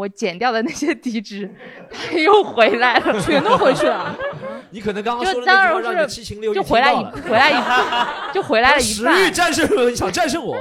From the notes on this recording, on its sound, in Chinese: 在去年的最后一次录制现场中，我们邀请了几位主播和很多听众朋友们